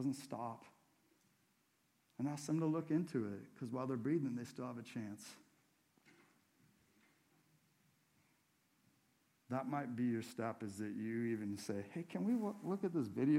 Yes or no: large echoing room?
yes